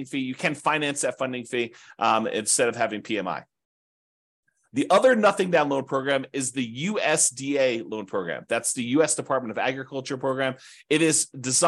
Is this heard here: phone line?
no